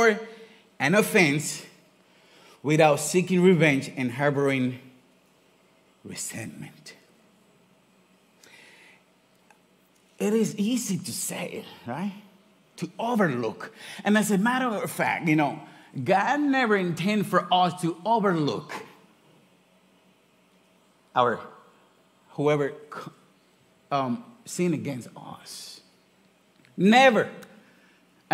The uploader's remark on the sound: Recorded live on January 21, 2024 at Church On The Rock